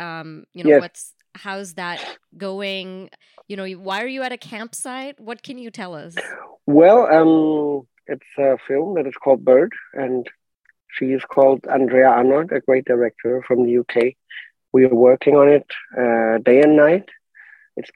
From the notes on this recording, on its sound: On Zoom.